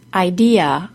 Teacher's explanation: In the word idea, the middle syllable is stressed, and the letter A at the end is said as a.